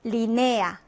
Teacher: 이 강모음과 강모음은 둘다 강하기 때문에 이중모음을 이루지 못하고 분리된다.